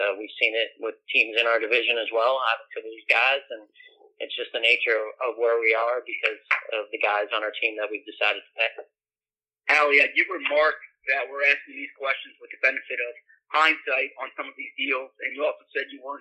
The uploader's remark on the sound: his conference call with the media